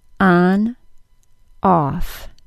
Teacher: On, off. Because the American accent I use is not from an area of the country that has merged the short O and AW sound into a single sound, I do say these vowels differently.